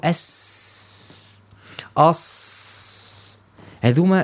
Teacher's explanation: تمتازان بصفة الرخاوة مع الهمس، فنلاحظ أن الصوت يجري مع النفس في سلاسة ويسر